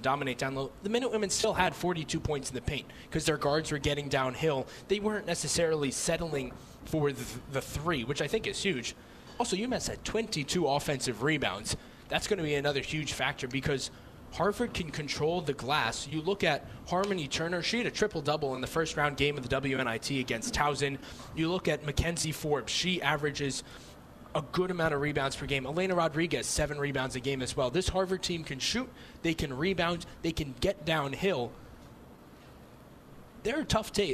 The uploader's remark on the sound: LIVE From The Quarters. Go to The Quarters in Hadley to broadcast this episode with a live audience!! There are also live questions from audience members.